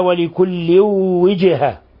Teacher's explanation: ولا يخفى قلقلة الجيم في قوله وجهة، لأن الجيم ساكنة